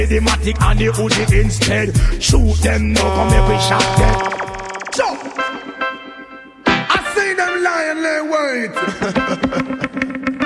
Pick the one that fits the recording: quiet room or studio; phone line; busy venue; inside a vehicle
busy venue